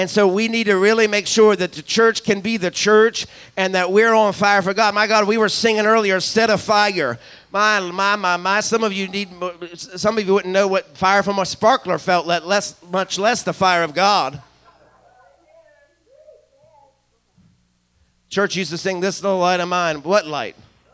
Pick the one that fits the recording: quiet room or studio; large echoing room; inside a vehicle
large echoing room